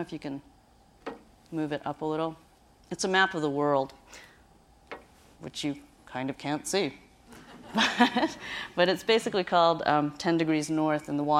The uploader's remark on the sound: recorded at the Academy of Achievement's 2000 gathering in Scottsdale, Arizona